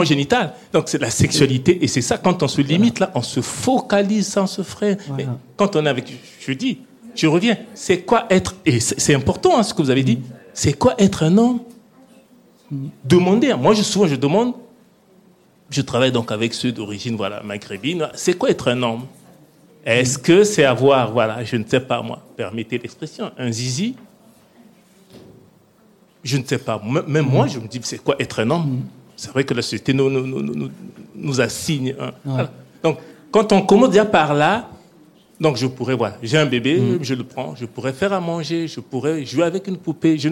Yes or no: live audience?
yes